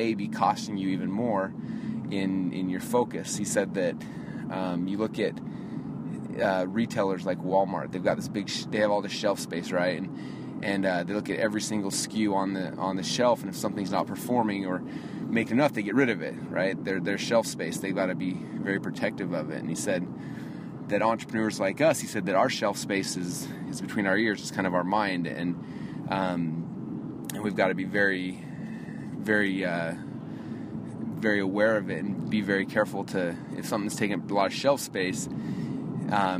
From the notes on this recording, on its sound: I’m actually driving right now in a brand new Lexus. I took mine in for an oil change, and it turns out something was jacking it, and so they wouldn’t give me a loaner car.